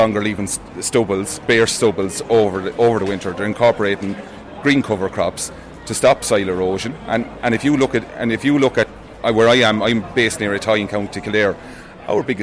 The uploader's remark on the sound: met farmers on the picket outside Dáil Éireann